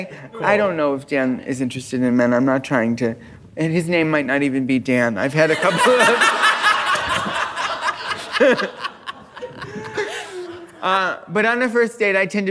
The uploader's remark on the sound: This week's episode was recorded live at the Now Hear This podcast festival.